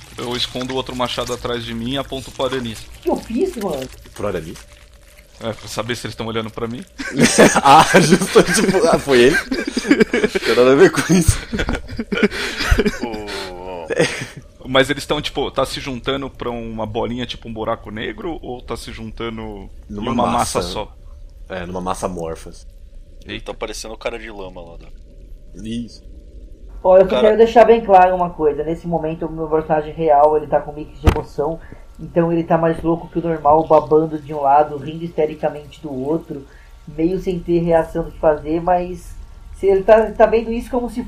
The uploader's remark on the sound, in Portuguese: Já fica aqui o aviso de que esse episódio está datado em edição, equipamentos para captação de áudio, narrativa e muito mais.